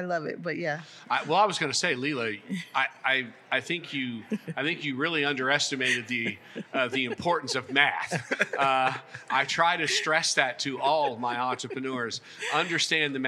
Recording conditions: busy venue